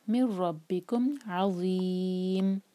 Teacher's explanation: مر یہ ہے نون کے بعد را ادغام بغیر غنہ کا